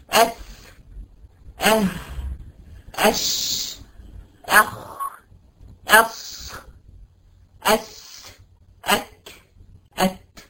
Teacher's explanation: الوترين الصوتيين مفتوحين والهواء خارج من الرئتين بالطبيعه · Term: الهمس